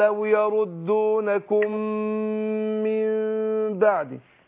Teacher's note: الميم الاولانيه لسه بنتكلم في المثلين، الميم الاولانيه ساكنه والثانيه ايه محركه بالكسر، فادغمنا الميم الاولى في الثانيه، فبننطقها ميم واحده